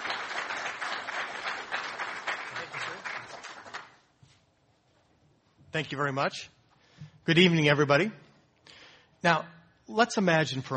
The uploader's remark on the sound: This program was recorded in front of a live audience at the Commonwealth Club of California on November 17, 2009